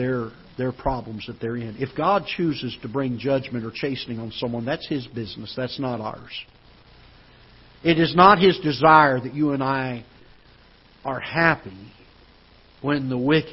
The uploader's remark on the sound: Ketha Heights Baptist Church ~ Live Broadcast